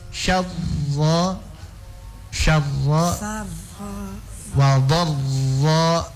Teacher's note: Kata Imam Al-Jazari, wa ahfi takriran idza tusyaddadu ya. Sembunyikan getaran ra-nya kalau dia bertasydid gitu. Jadi setiap membaca huruf ra bertasydid kasih hilang dari rr, kasih hilang ya.